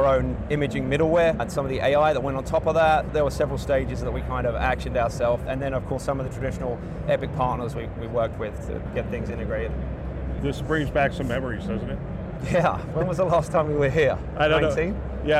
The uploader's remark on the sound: an Interview in Action live from HLTH